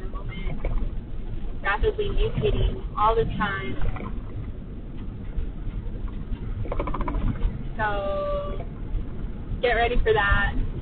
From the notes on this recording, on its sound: Quality is an illusion, this episode sounds like I made it underwater.